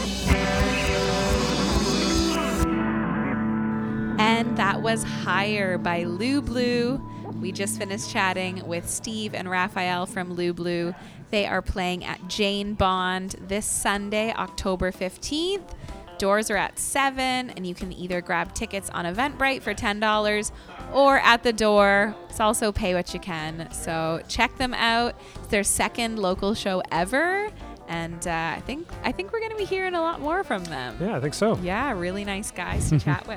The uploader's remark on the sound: LIVE at The Lokal Lounge